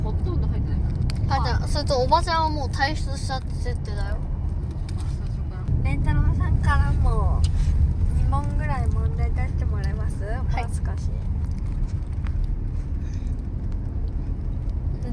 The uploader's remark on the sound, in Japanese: 走行中の車内で録音したので、聞きづらいところもありますがご了承ください。